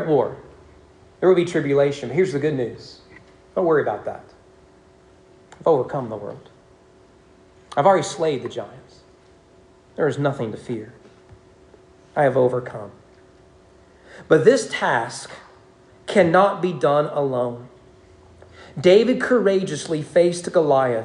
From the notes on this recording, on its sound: Sermon preached at East Frankfort Baptist Church on October 23, 2022 during morning worship.